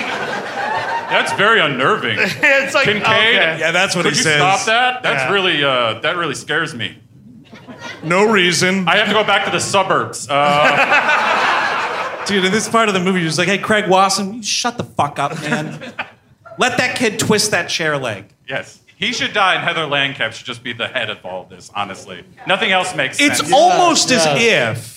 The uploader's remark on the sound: Live in Cleveland. At Hilarities in Cleveland, OH.